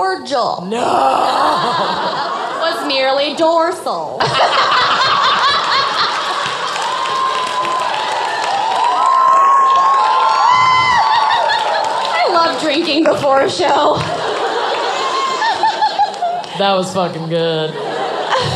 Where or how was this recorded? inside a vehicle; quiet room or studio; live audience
live audience